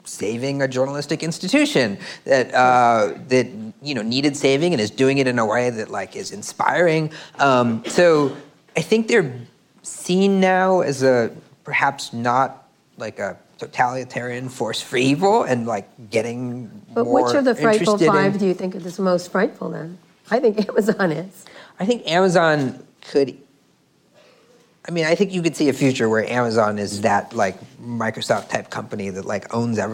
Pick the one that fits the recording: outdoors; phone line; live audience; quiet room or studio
live audience